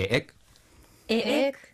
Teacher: 母音が2つ続いているので、タンギングのようにですね、区切って言うのがポイントですね